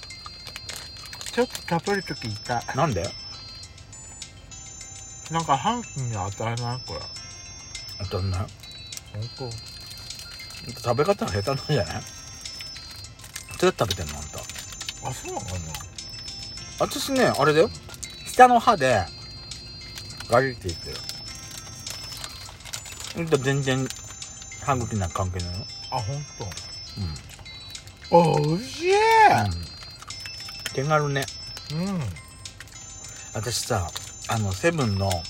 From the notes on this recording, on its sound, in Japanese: パーキング収録